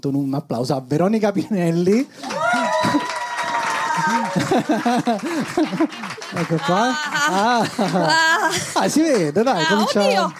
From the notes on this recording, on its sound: Live dal GhePensiMi di Milano